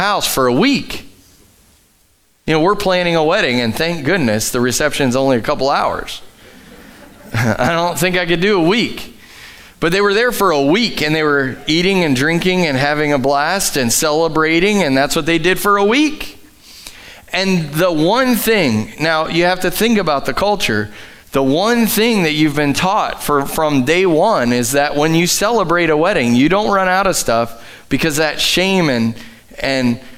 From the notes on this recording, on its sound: Sunday Morning at The Summit Dover. Live from The Summit Church in Dover, OH.